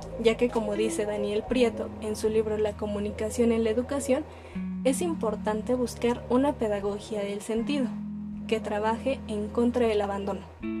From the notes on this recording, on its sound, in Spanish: Nota: Disculpen el sonido de los tamales.